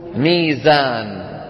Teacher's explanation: بيقلبوا الواو إلى ياء من أجل مجانسة الكسرة